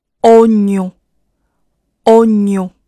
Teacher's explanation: G N 字母组合发的是蔫，跟后面的鼻音 on 连接 · IPA: [ɔɲɔ̃]